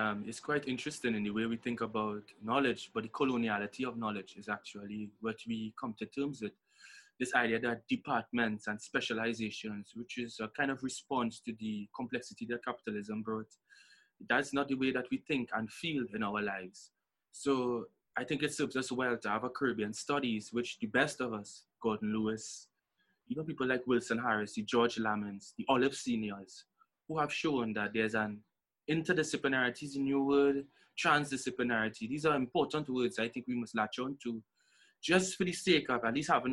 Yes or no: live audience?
no